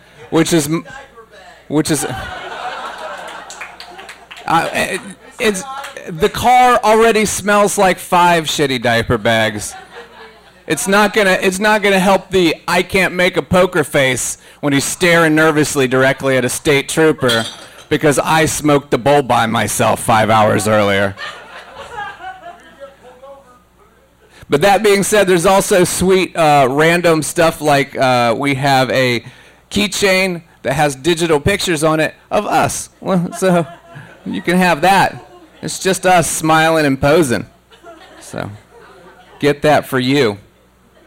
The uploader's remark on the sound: The Handlebar in Pensacola, FL. Quit Your Day Job Comedy Tour. Went to the show and recorded the audio for your listening pleasure.